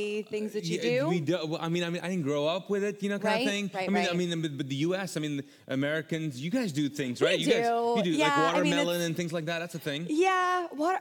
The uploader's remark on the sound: This episode was recorded live from the Mosaic Church "Hope Center" in Charlotte North Carolina.